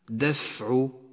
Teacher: والآن صفة الهمس لحرف الفاء في كلمة دفع، دفع، أجر النفس مع حرف الفاء ليغدو حرفا واضحا